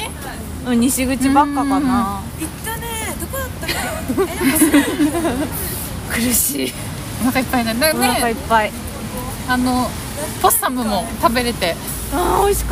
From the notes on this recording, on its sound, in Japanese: 新大久保ぶらり二人旅。雨が降っていて、外での歩きながらの収録だったので、他の人の声も入ったりとお聞き苦しいかとは思いますが。